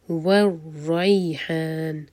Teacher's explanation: را پر شدہ لیکن تکرار ایک ہوگی، ور نہیں پڑھنا. والریحان، ری مدلین، ہا حلق سے.